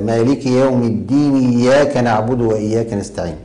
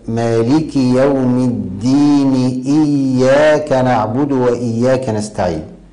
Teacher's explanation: إهمال الهمزة في إياك وصلا بما قبلها · Shown in: second take · يعني إذا وصل القارئ مالك يوم الدين بإياك، فبعض الناس يقول يقرأ كذا: مالك يوم الدين إياك نعبد وإياك نستعين.